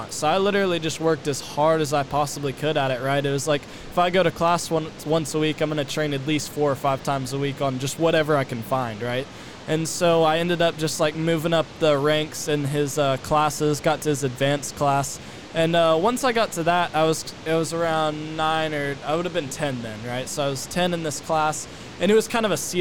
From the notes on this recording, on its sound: LIVE from NRB 2022!